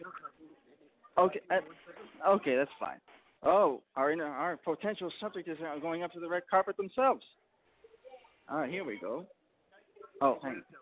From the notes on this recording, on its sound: LIVE IN VANCOUVER. On-the-spot, live coverage of The 8th Annual World Autism Festival. Speaking directly with attendees, award nominees and the autistic community in attendance during the red carpet event prior to the Opening Ceremonies.